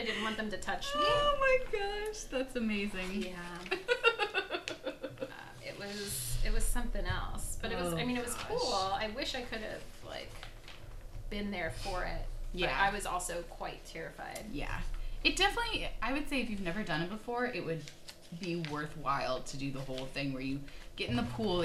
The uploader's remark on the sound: Season three is starting with a bang (literally)! Please bear with the sound quality on this episode—next time, in a not-so-interactive episode, we promise to have two mics.